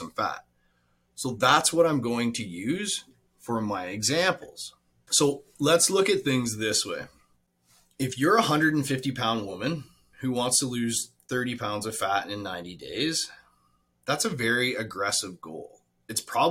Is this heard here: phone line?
no